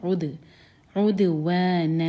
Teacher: عین حلق سے اور دال پر قلقلہ، دال کو باؤنس کیا جائے گا, عد، عدوانن، و نون کی تنوین کے بعد واو ہے